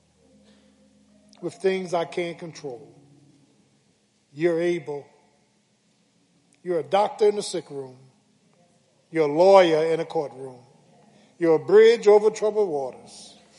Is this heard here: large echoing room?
yes